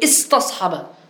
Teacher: نطقنا بالهمزة ولكن جئنا بها مكسورة